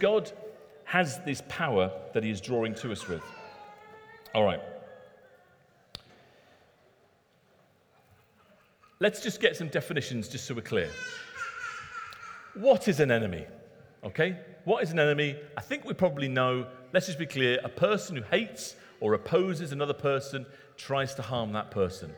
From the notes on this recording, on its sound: Recorded at Middlesbrough Community Church.